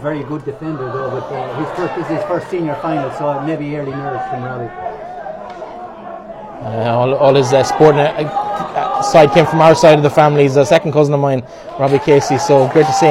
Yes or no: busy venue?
yes